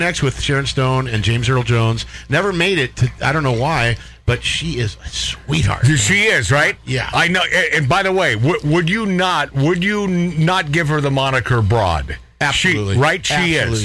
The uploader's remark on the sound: A Ribald, unplanned phone call